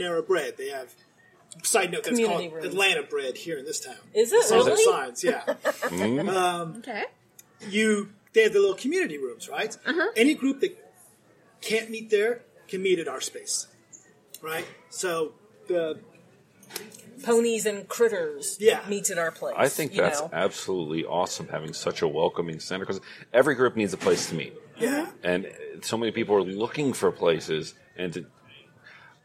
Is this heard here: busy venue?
yes